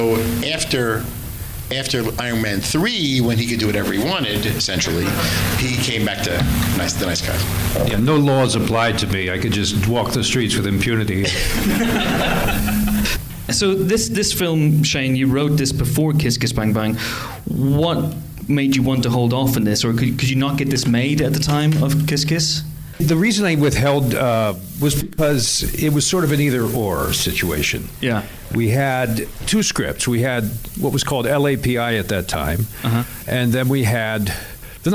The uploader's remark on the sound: An audience Q&A. After a very special screening of The Nice Guys.